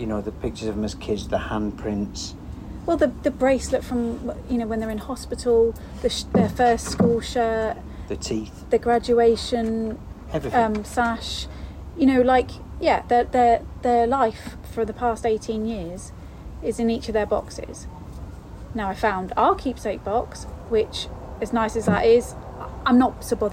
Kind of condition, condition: setting, outdoors